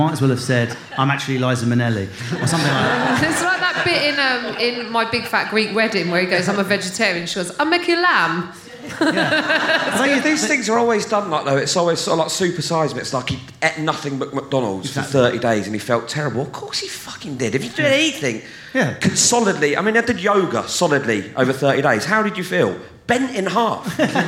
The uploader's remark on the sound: For the final episode of The Kaneing recorded at Edinburgh Festival.